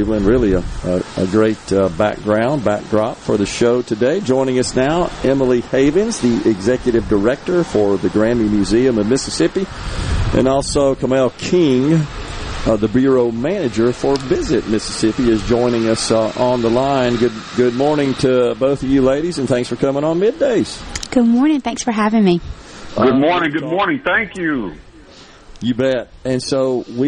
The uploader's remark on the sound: LIVE from Cleveland's 50 Nights of Lights